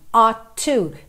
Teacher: Aqui a gente tem esse ought to, que é um verbo modal, que normalmente a gente vai pronunciar oughta, you oughta know, ao invés de you ought to know, you ought to know. Mesmo que eu fale ought to, percebe que eu tenho um som só de T, ought to, eu não falo ought to, ought to.